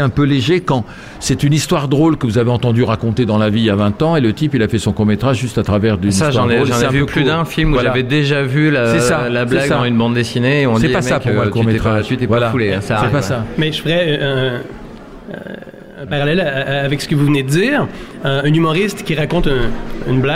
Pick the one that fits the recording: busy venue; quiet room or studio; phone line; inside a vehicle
busy venue